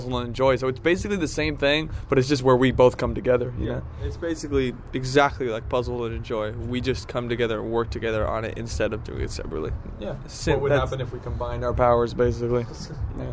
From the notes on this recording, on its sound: I hung out with the brothers one cold night outside the Cobalt